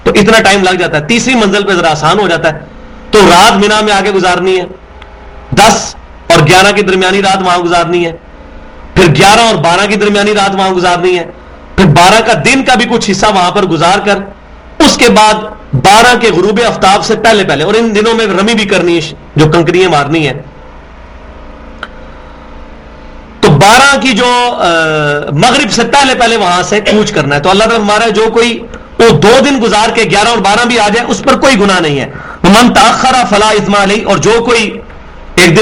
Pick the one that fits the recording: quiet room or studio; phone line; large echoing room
large echoing room